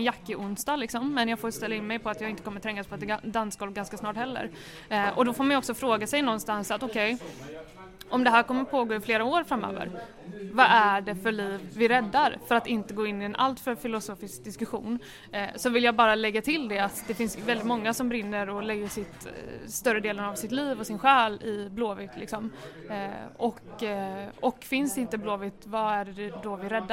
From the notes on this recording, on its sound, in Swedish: Lyssna på vår goa, röriga podd, live on tape från krogen.